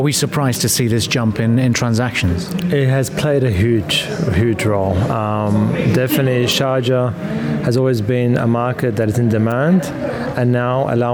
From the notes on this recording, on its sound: During the Sharjah Entrepreneurship Festival.